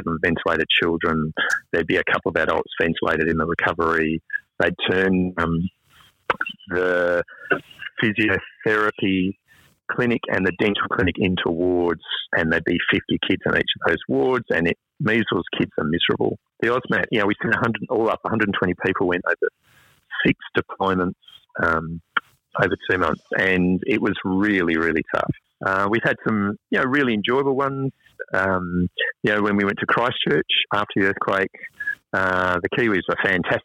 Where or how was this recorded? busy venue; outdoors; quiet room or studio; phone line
phone line